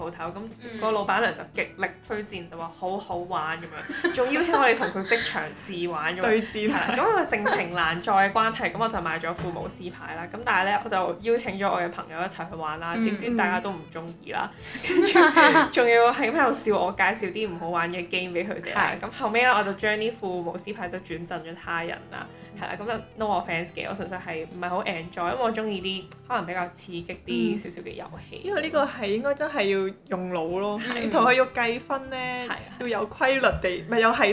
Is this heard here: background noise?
yes